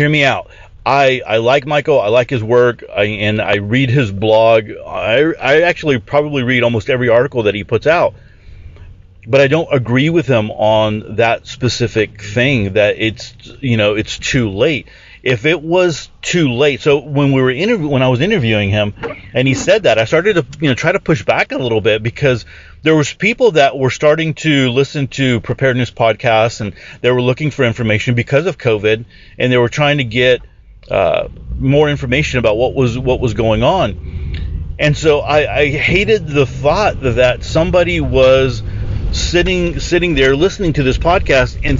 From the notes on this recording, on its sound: The Ready Your Future Podcast is now recorded in my truck, on the way to work.